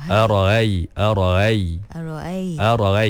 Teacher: Ni hamzah yang telah diringankan. · Term: tashil